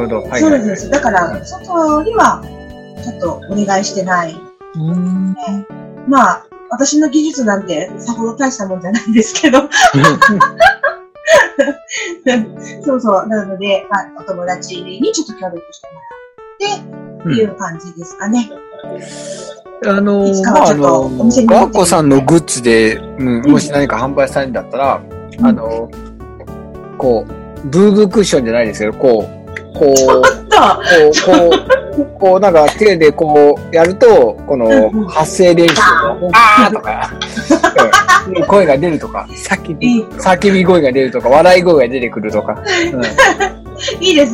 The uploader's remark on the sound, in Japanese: 初のzoom収録に挑戦！なので今回はお互いの自宅からパソコンを使ったリモート収録に初挑戦！